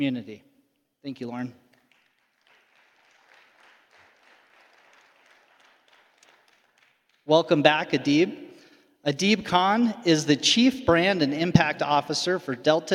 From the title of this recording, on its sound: Panel Discussion from the EPIC Annual Meeting